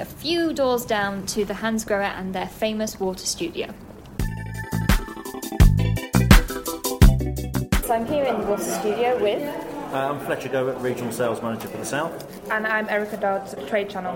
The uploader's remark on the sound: This episode is coming to you live(ish) from Clerkenwell Design Week. As she runs in and out of the bathroom showrooms in Clerkenwell, London.